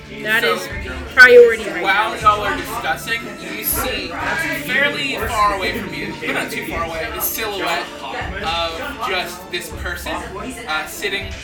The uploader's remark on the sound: BECAUSE THE AUDIO SOUNDS HORRIBLEEEEEEEEEEEEEEEE.